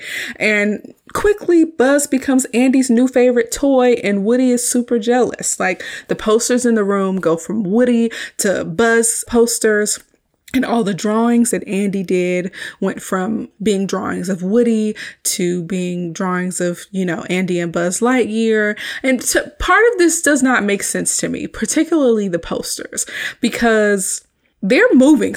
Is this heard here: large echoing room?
no